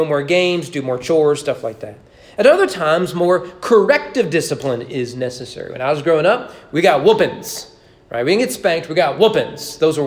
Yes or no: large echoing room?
yes